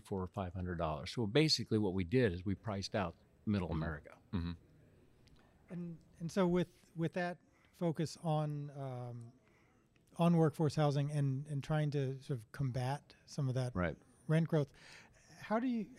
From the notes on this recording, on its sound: Live from the Freddie Mac Multifamily Optigo 2019 conference!